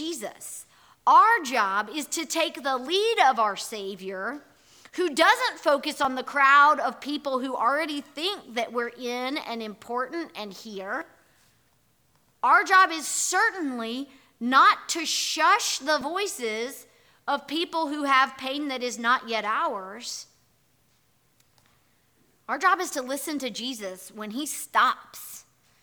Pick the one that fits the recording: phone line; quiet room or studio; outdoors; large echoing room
large echoing room